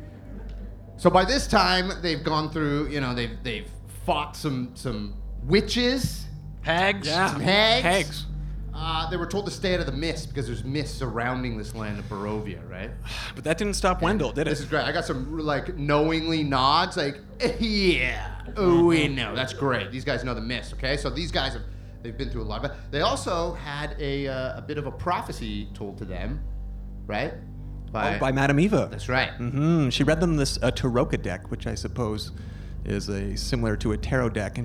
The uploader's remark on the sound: Dwarven Moss recorded a very special “LIVE” episode at Comicon Toronto